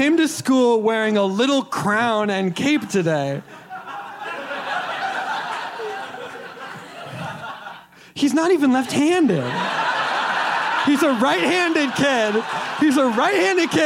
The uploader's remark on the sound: LIVE from Chicago PodFest